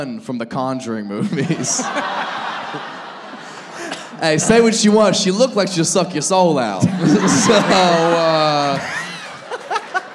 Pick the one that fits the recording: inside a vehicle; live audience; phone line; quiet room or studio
live audience